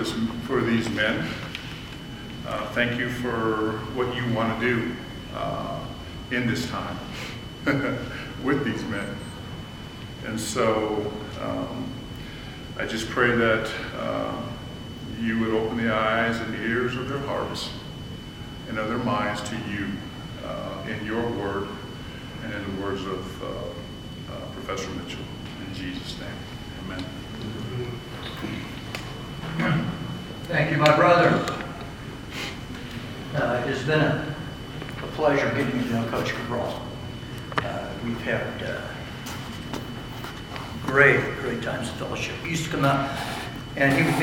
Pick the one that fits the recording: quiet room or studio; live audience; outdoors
live audience